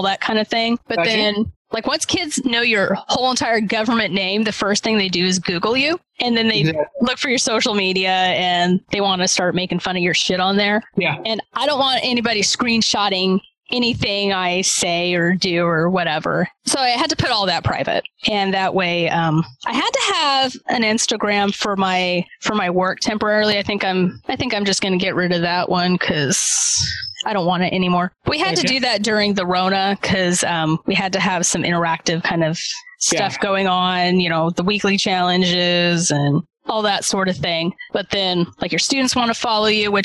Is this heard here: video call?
yes